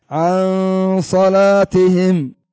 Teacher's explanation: النون تدخل يسيرا في الحرف الذي يليها مع ظهور ماذا؟ الغنة. عن صلاتهم، وتبدأ في الحرف الثاني بعد أن تنتهي من الغنة، ما تقول عن صلاتهم عن صلاتهم، لا، عن صلاتهم بعد أن تنتهي من الغنة تأمة، تبدأ في الحرف الذي يليه. · Term: إخفاء